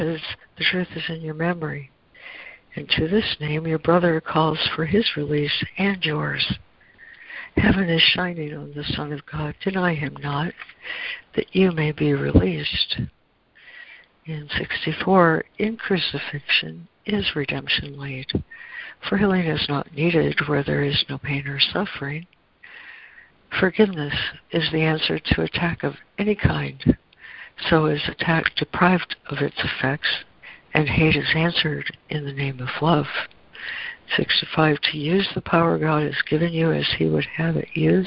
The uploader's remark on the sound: ACIM Daily Conference Call